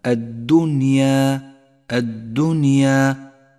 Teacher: لامها الشمسية لا تلفظ أبدا